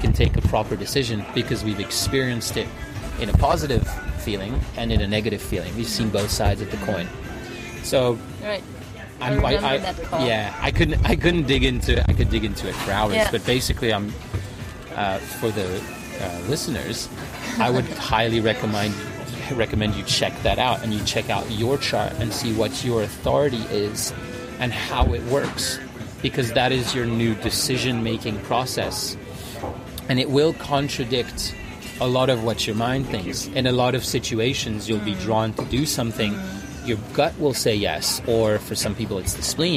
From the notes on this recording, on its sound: It was another windy day, please be aware of the background loud noises, sincere apologies!